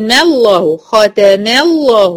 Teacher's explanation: اللام لفظ الجلالة مفخمة لأنها سبقت بفتح